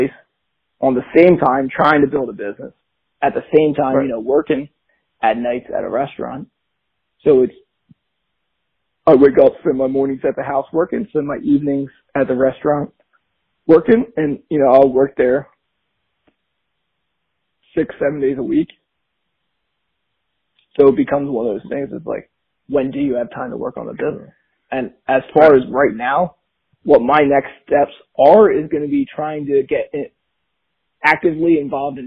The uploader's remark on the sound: have a phone call